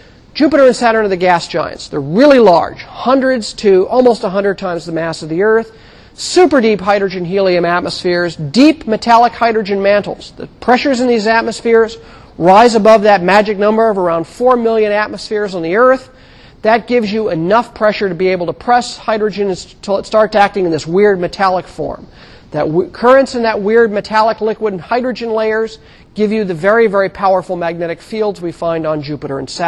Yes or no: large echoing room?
yes